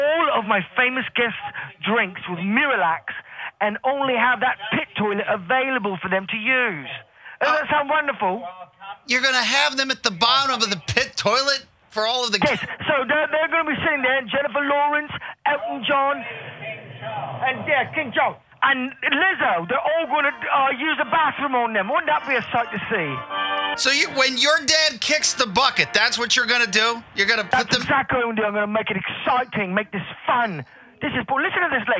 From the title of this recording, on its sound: calls the guys Live from the Kings Coronation